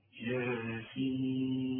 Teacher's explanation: طب انت مش لاحظت ان انا مديت الياء حركتين فقط والسين ستة